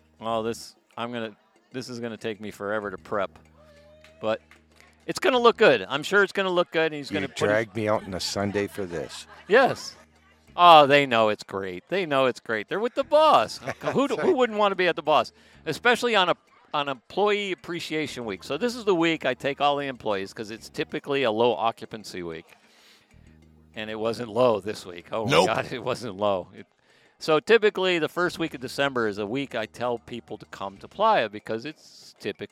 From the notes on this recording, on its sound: In this episode of the Playa del Carmen NOW Podcast we head outside